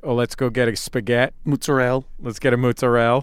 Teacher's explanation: when they say an Italian word, they drop the last syllable no matter what it is